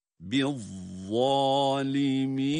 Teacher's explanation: çok dikkat edeceğimiz harflerden birisi yine za harfidir. Kalın ve peltek okunmalıdır. Biz, bakınız biz za şedde var ama aynı zamanda da uzatma var.